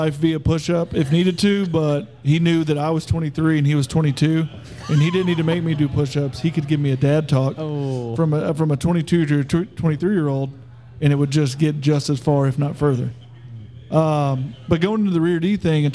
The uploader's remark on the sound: Taped at Line Creek Brewing Co., Fayetteville, GA